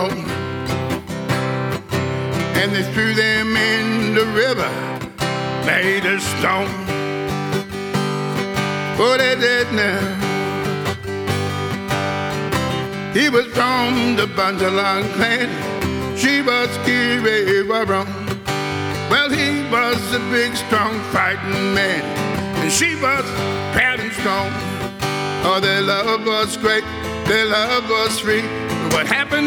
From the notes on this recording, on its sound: This is a live recording from our event.